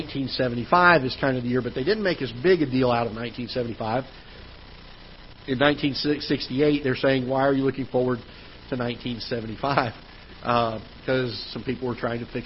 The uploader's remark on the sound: Ketha Heights Baptist Church ~ Live Broadcast.